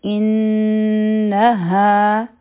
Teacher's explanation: اول به حمزه او نون مشدد یو ځای کړو، دلته به غنه کو. نو دا به شي انها، دلته به دوه سیکنډه دا نون مشدد مونږه هولډ کوو، ټایم به ورکوو.